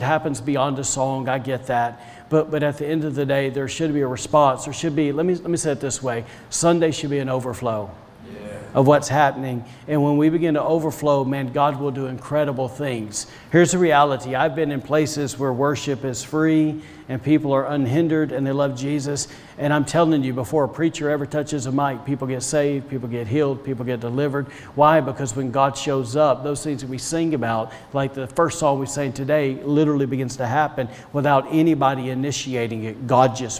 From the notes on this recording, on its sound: was recorded on Sunday, May 23rd, 2021, during service at The Anchor Church in Rockport, Maine.